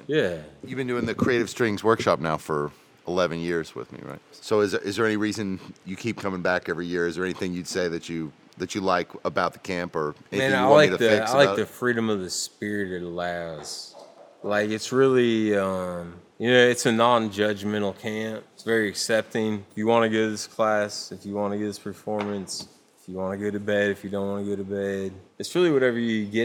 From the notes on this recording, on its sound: sat down to speak live at the 2014 Creative Strings Workshop